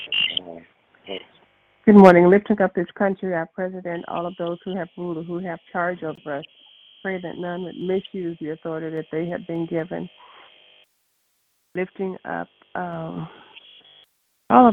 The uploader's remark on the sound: 6AM Prayer Call. Live Prayer.